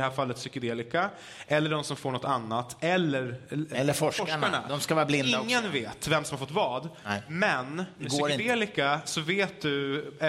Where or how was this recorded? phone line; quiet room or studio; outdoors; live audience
live audience